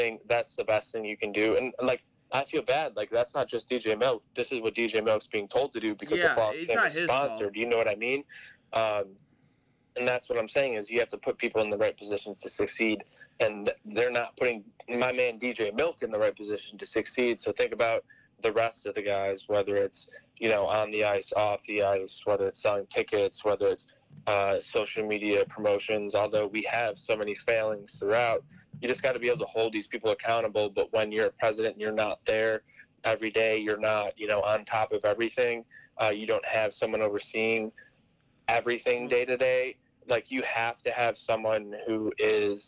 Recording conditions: phone line